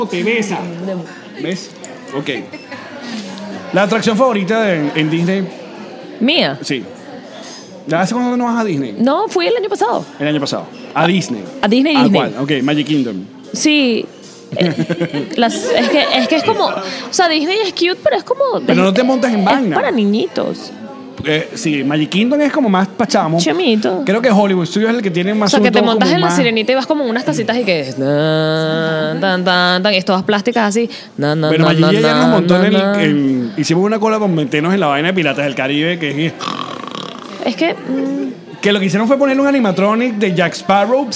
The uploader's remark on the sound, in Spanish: Hoy nuestro podcast alcohólico de confianza nos trae un programa grabado desde Tartarini Restaurant en Orlando, FL. Nuestros PatreoncitosPlus nos acompañaron en este episodio.